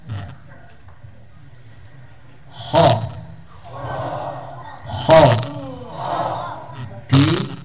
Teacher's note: Ujung tenggorokan di sekitar pangkal lidah. · Term: huruf ho